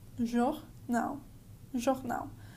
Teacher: So you can actually observe that this word jornal combines two of our pronunciation tips from this episode. We have the aspirated R in jour, and then the disappearing L on the end of the word as well.